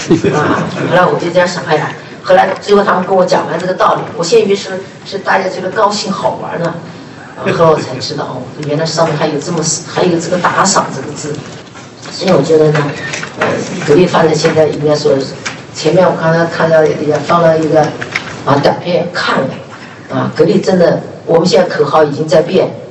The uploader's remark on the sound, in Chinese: 格力电器2021股东大会实况录音。